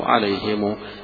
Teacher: يبقى هنا يحط لها ضمة مشبعة بالواو عليهم، هيقرأها حمزة ويعقوب عليهم عليهم، وهنا على أصل الضمير إنهم، أصل الضمير هم، فيقرأها على أصل عليهم.